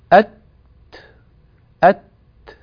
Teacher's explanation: يعني أنا لا آتي إلى حرف التاء فأتبرع فيه بقدر من الهواء زائد عن الحاجة، لا، هو مجرد هواء انحبس مع نطق التاء، لما فرجت عنه وفتحت المخرج وباعدت بين طرفي عضو النطق، مجرد أن فعلت ذلك خرج الهواء المنحبس، هذا هو الهمس.